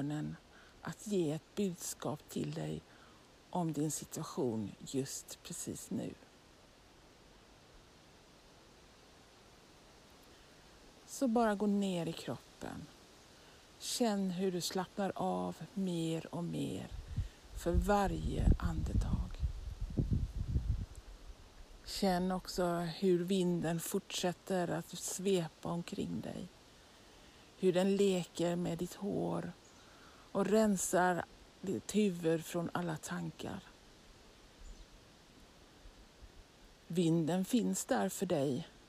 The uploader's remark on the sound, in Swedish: En solig dag i naturen med vind och enstaka fågelljud… några rådjur kom förbi och tittade på mig när jag spelade in, det var magiskt!